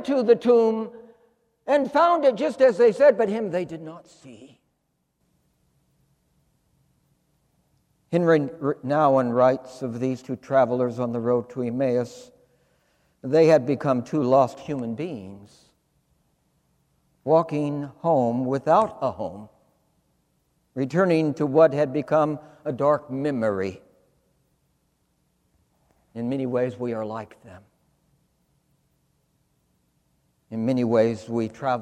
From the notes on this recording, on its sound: In his sermon, preached for the Second Sunday of Easter, April 19, 2020, at St. Philip's Church, Charleston. In this season of quarantine.